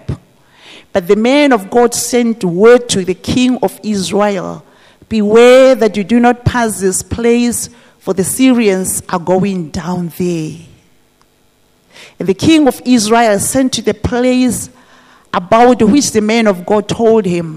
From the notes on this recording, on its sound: This message was preached at GTCFC City Campus.